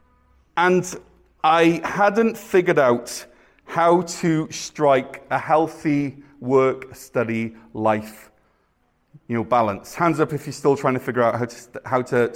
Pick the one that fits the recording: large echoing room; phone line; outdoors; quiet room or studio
large echoing room